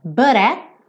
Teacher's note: nessa frase a gente tem dois T's que viraram rarara